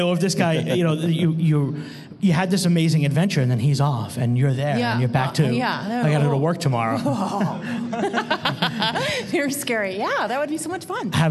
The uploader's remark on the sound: LIVE on stage at Gallifrey 20 in Los Angeles, CA